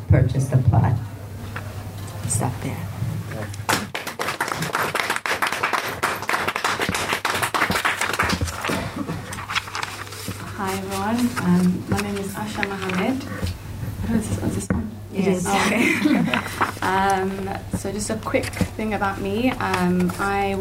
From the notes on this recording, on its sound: This episode was recorded at a live event held during the 2019 Bare Lit Festival titled: Between diaspora and the continent, which doubled as the anthology launch in the UK.